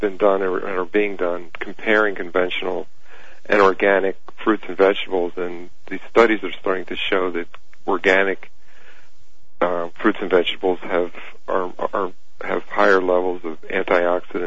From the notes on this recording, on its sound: Open Phone Lines on Heathy Talk-HTR: Listener Questions. Take listener calls.